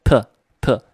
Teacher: 气流很强，它是一个轻音，也就是声带不震动，完全靠气发出来